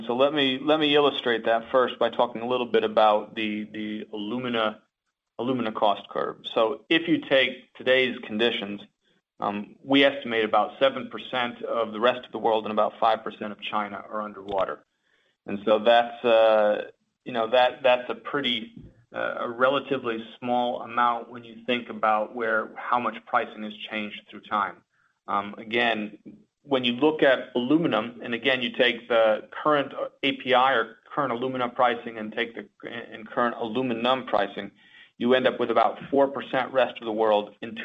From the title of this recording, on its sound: Alcoa (AA) Q2 2019 Earnings Call